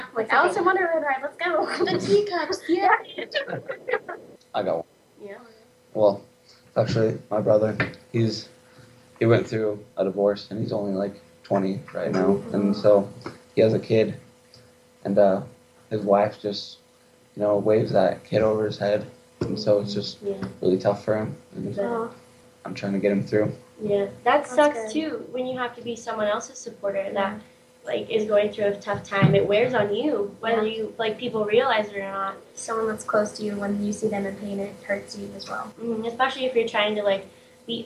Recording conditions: poor sound quality